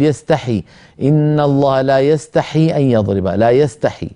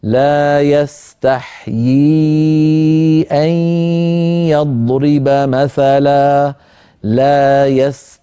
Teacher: يعني ياء مكسورة بعدها ياء ساكنة مدية · Shown in: second take